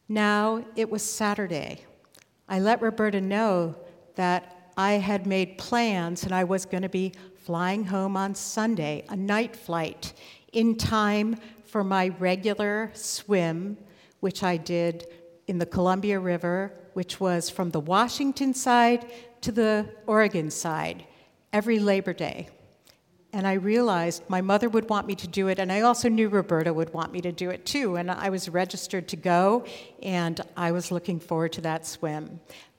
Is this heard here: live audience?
yes